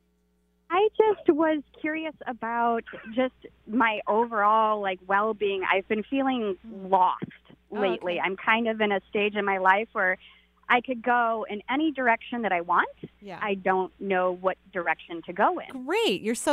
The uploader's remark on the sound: Enjoy this call-in show. Provides intuitive readings to callers from all across the globe!